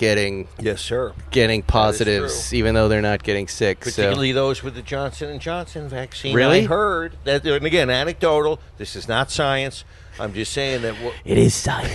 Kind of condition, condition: setting, outdoors